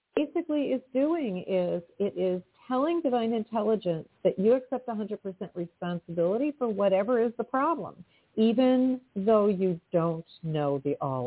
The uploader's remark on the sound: in response to callers' questions